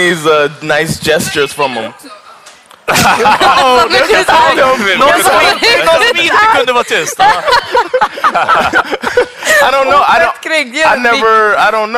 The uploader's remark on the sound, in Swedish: Live på Kulturhuset